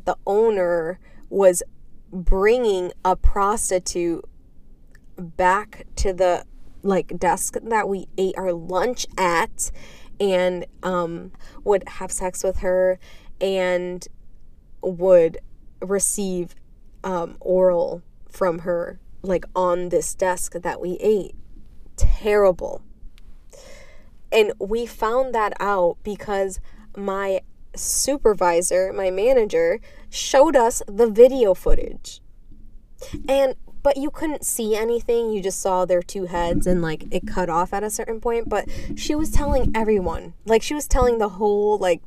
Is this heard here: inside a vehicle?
yes